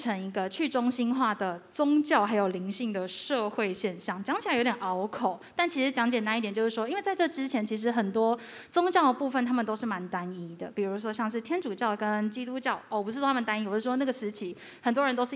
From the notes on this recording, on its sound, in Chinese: Live Podcast｜KKBOX催下去音樂節。今天這集是KKBOX催下去音樂節活動的存檔。由於現場我們有置入版權音樂、圖片、影像的播放，你們今天收聽到的這集是剪輯過後的版本。